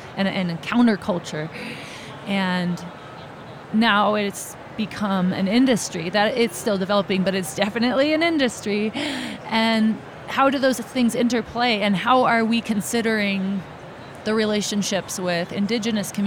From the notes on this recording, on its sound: Live from Psychedelic Science. Our team interviewed eight speakers and exhibitors from the conference hailing from various walks of life.